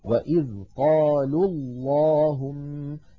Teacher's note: لاحظوا الواو من قالوا ساكنة واللام الأولى من اللهم ساكنة، فالتقيا في اللفظ والنطق فسقط الأول من النطق وصلا. وإذ قالوا اللهم، فإن وقفنا نقول وإذ قالوا. · Term: التقاء الحرفين الساكنين